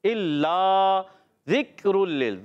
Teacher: ذکر میں کاف کو ہلانا نہیں ہوتا کلکلا نہیں کرنا ہوتا ہے